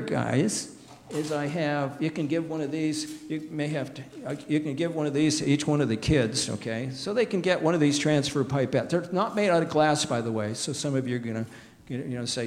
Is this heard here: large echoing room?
yes